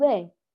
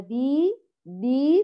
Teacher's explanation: بسمي ب، هي بي بي بإتمام كسرها بخفض الفك ورفع وسط اللسان، وأيضا بالإتيان بالحرف مجهورا بدون همس أبدا · Shown in: second take